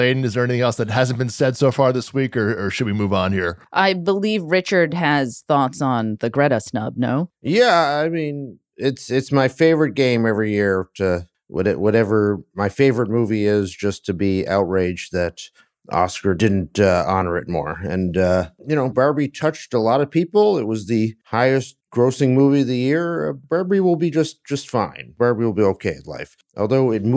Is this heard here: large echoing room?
no